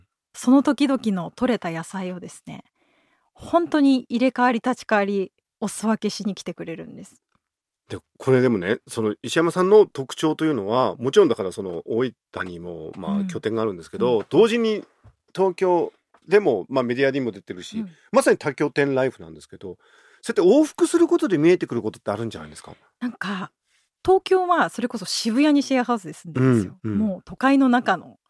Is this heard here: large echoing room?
no